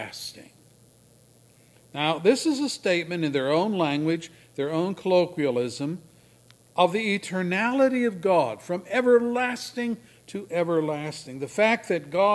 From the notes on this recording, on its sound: A listing of all of the services recorded at Thornville Baptist Church.